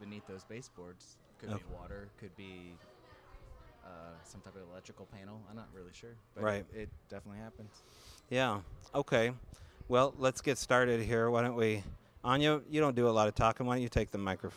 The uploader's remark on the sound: The darkened corner of the pubs connected bookstore where the Strange Brau Radio Live "after show" continues the conversations. The lively discussion that can only be had with like minded attendees, speakers and maybe even a few ghost.